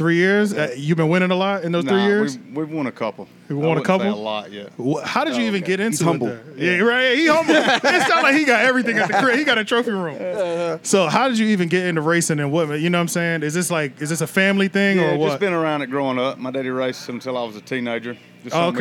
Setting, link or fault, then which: setting, busy venue